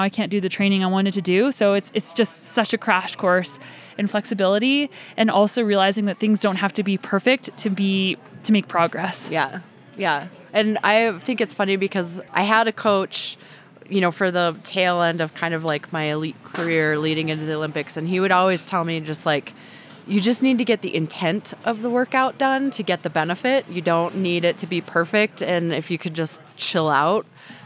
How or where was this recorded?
busy venue